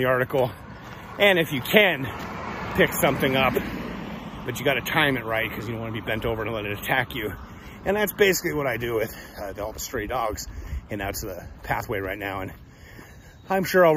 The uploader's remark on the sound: Walk Talk